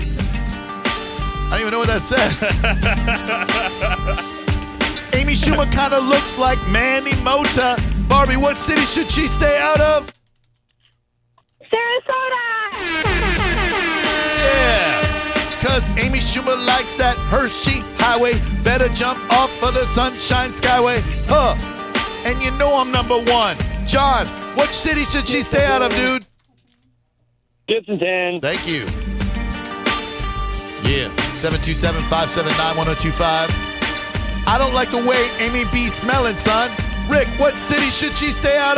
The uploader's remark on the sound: We had to call her about it! Live Clip of the Day.